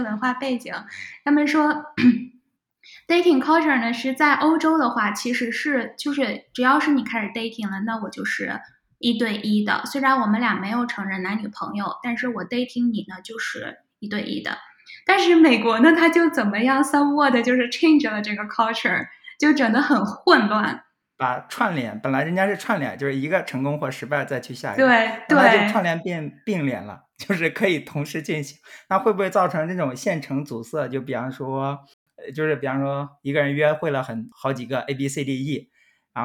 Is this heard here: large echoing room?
no